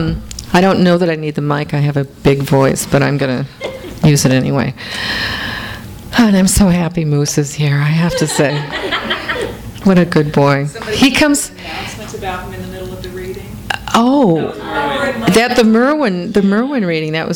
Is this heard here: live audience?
yes